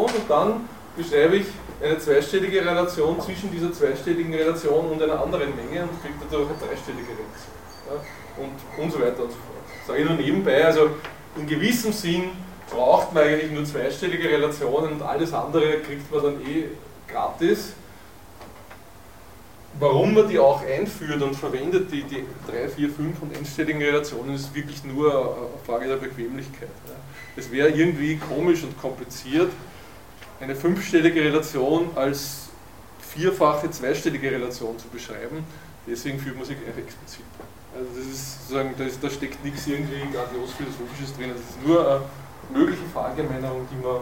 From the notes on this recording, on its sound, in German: Diese Vorlesung wurde von Studierenden aufgenommen